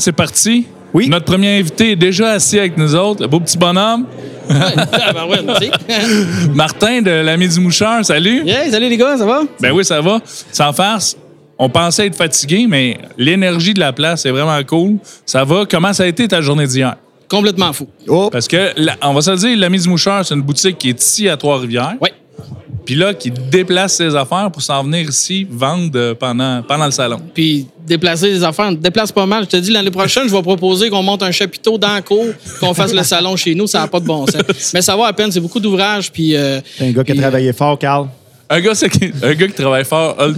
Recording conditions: busy venue